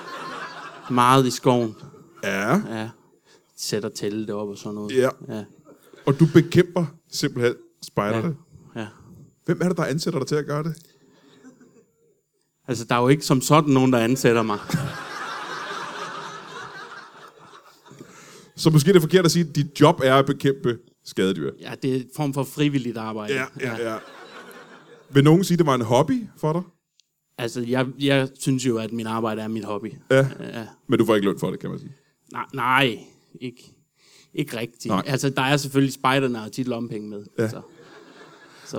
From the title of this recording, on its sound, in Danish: LIVE fra Comedy Zoo Aarhus